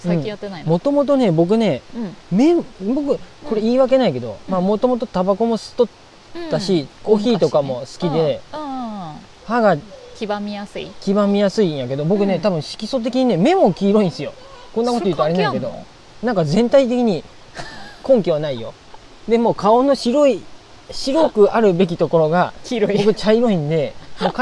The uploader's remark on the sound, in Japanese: ひるがの高原キャンプ場の川原での収録となり、ちょっとせせらぎ音が入ってしまいました